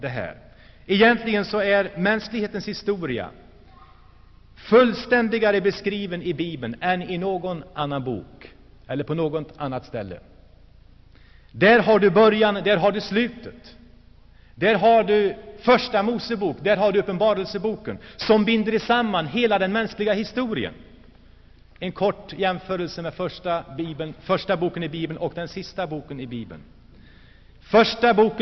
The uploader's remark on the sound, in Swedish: Inspelad i Saronkyrkan, Gšteborg.